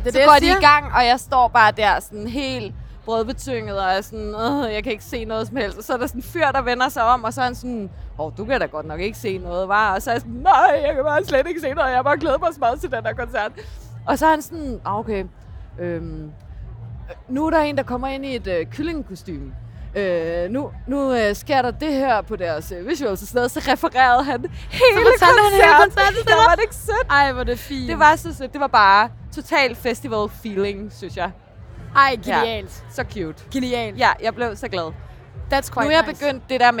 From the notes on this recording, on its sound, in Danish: talt med glade festivalgæster